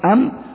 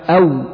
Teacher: وكذلك الميم إذا أتى بعدها واو، الميم تخرج بانطباق أم، والواو تخرج بانفتاح أو، فالاثنين من مكان واحد